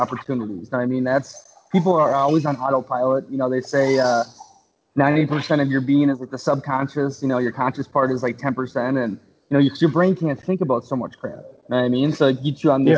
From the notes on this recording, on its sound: Currently in Budapest. Were able to get a skype interview. All the way in Martha's Vineyard.